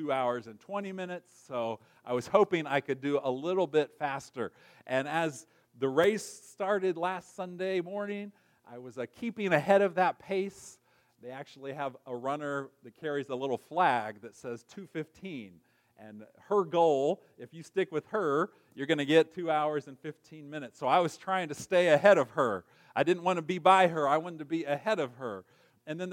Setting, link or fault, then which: setting, large echoing room